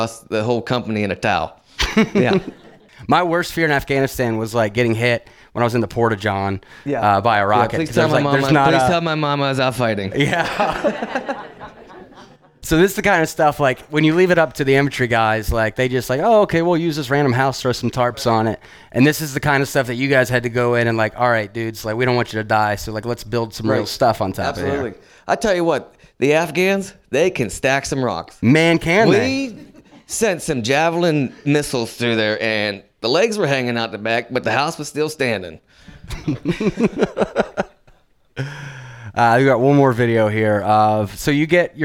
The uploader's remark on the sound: VBC at Night | Beaver County. VBC presents a live evening of veterans storytelling in Beaver, Pennsylvania.